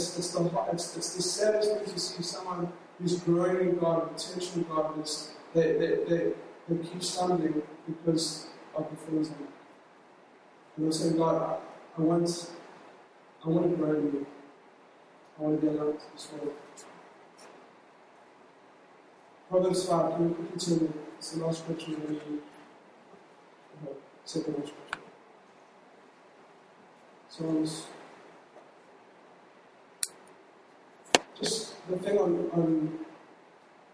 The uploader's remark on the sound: LOW QUALITY